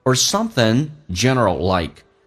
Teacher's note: 第一个 or 在口语化当中经常有个弱化现象，说成一个儿化音